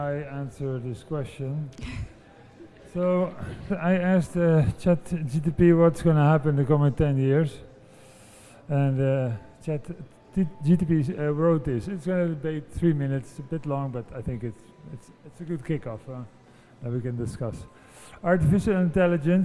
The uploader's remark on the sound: Speaking live from Milan Design Week 2023